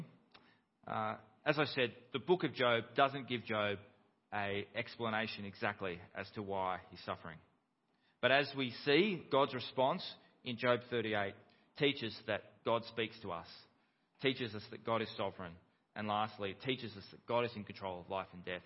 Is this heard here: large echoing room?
yes